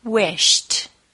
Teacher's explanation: Wish ends in the SH sound, which is unvoiced. If I add an ED, the word becomes wished, and the SH sound gets followed by a T sound.